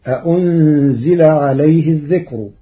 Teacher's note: قرأ ورش كلمة أأنزل بتسهيل الهمزة الثانية بين فتصير أأنزل عليه، أما كلمة الذكر ففيها الترقيق لأن الكاف الساكنة ليست حاجزا مانعا من الترقيق